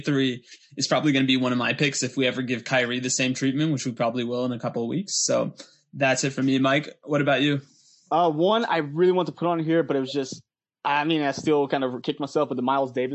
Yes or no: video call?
yes